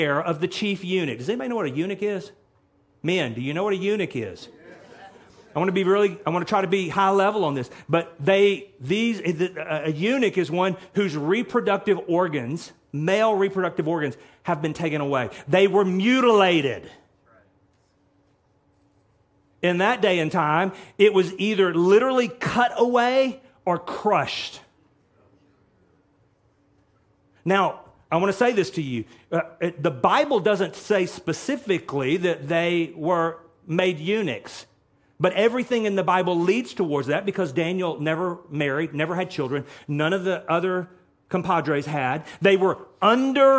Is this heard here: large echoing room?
yes